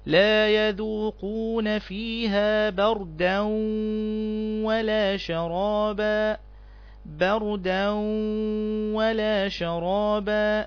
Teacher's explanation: ادغام بغنة لان حرف الواو من حروف كلمة ينمو